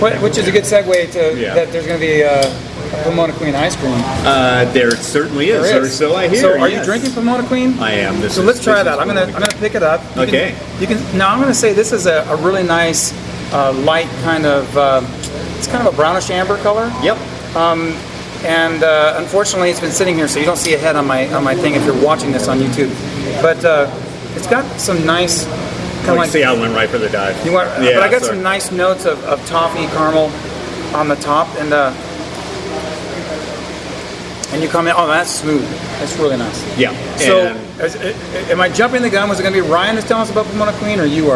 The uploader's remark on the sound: while enjoying their beers at the brewery